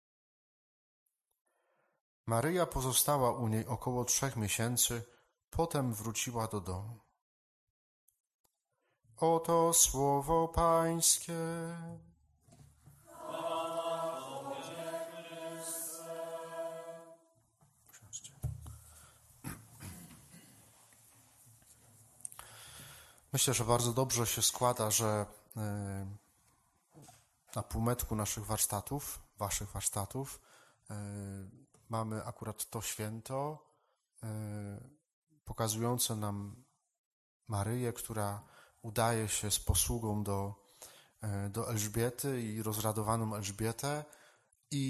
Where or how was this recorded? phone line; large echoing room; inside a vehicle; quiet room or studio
large echoing room